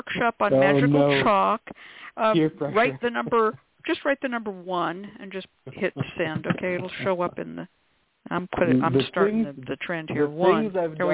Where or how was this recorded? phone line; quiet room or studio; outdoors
phone line